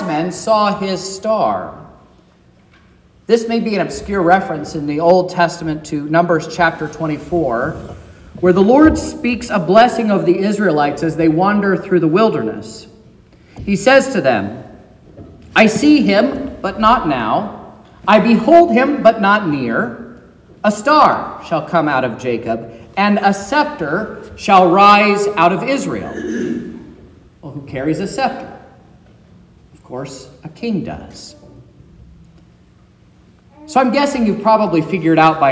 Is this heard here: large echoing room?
yes